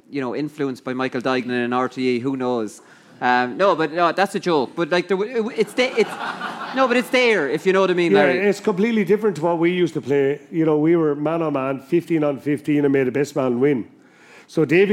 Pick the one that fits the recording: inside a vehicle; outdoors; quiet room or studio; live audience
live audience